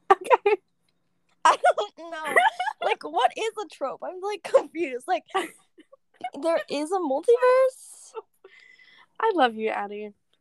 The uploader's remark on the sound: not the best audio sorry lol